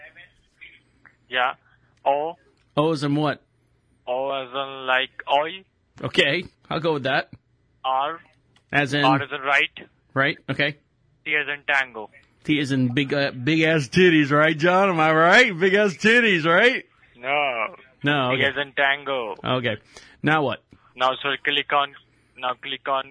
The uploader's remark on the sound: Where we take back the conversation from unsolicited phone calls... All comments, names, and information given to the callers are made up in real time as the call is recorded.